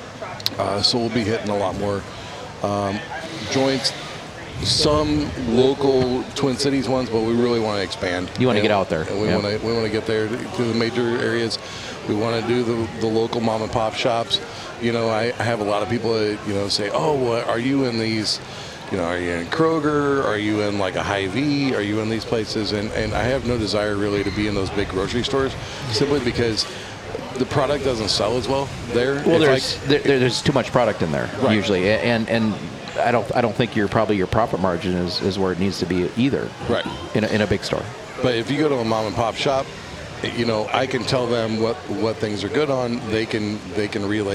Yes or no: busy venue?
yes